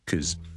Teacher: o，跟住後面係一個 z 音，because，但係咧喺口語嘅時候咧，尤其是當呢個字唔係咁緊要嘅時候咧，我哋可能會讀得好快好快。大家都可能会见过 COZ 呢个间隻,ok? 呢个系个读法呢可能系就纯粹呢系 cause, 你当系一个 K 音加一个所谓嘅 schwa 嘅最弱嘅 vowel, 系跟住加到个 Z 音